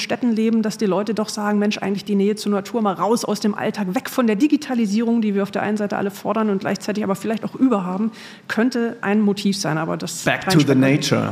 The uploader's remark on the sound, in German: Unsere erste Live-Episode präsentieren können, die während des DIES ACADEMICUS 2023 des Instituts für Sportwissenschaft der Universität Mainz vor Publikum aufgenommen wurde.